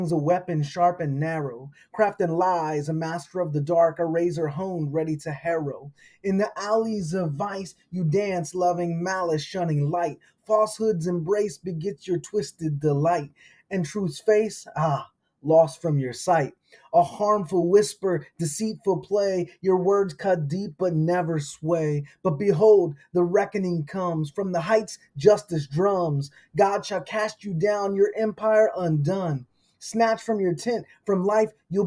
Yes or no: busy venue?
no